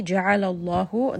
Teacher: The name of Allah here is going to be heavy. The letter before it has fatha, so the lam is heavy.